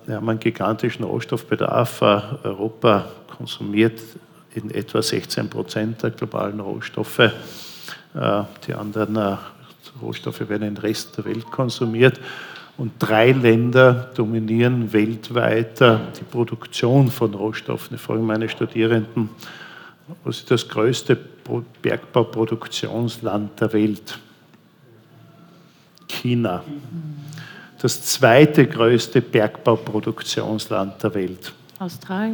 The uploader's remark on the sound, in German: Live-Podcast. Im Polestar Store in der Wiener Innenstadt aufgenommen wurde.